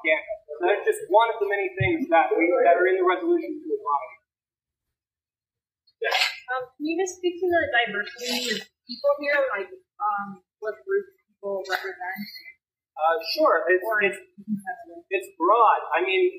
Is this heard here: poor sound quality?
yes